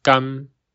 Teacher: 在台语念甘，有闭口，所以在粤语也会是 M 韵尾